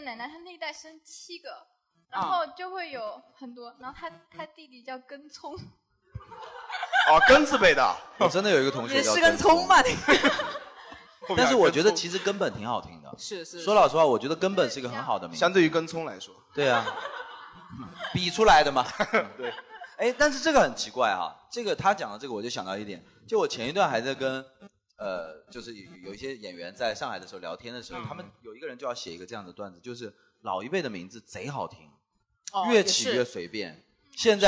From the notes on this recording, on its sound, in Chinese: 本期音质欠佳，略有电流音，建议采用右声道耳机收听。